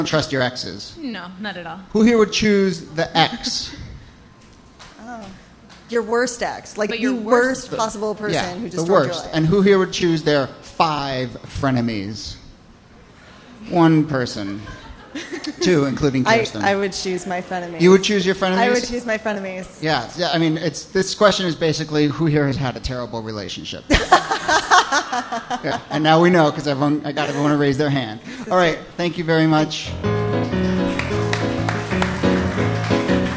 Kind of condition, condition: setting, live audience